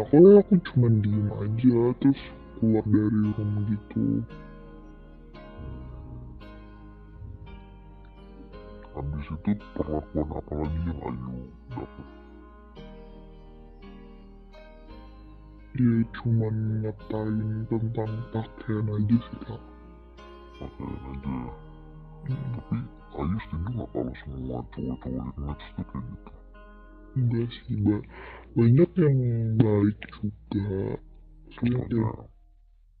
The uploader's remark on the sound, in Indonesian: Mohon maaf kalau qualitas Audionya tidak menyenangkan